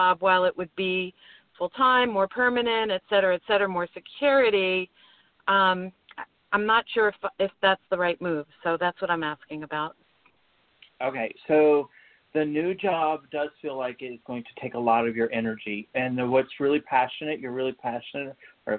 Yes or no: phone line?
yes